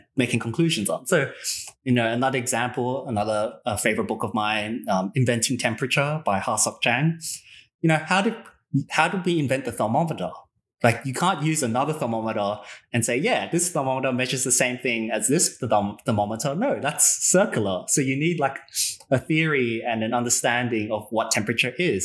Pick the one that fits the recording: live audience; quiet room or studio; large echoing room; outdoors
quiet room or studio